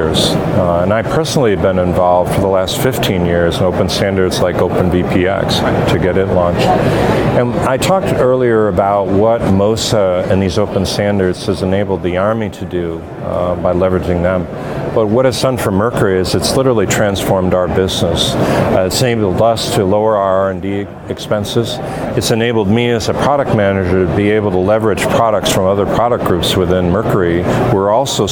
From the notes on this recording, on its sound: Mercury Talks MOSA live from the 2022 AAAA Summit. LIVE from the floor of the 2022 Army Aviation Mission Solution Summit.